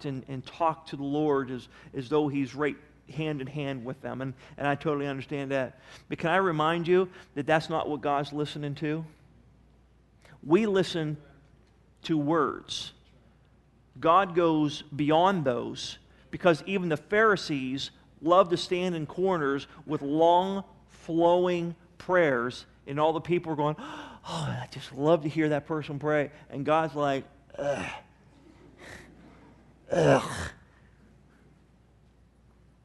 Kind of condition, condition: setting, large echoing room